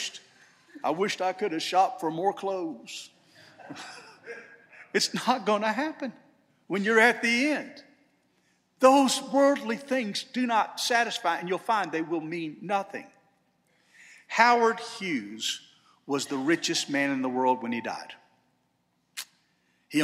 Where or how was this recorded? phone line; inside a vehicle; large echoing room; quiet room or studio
large echoing room